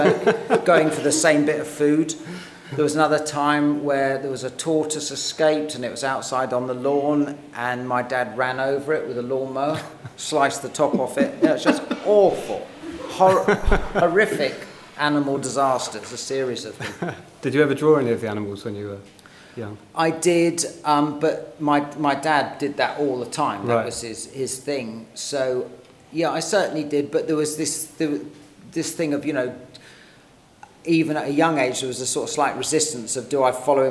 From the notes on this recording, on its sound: Live at BIF. At this years BIF here in Brighton we had the pleasure of interviewing. In front a live audience.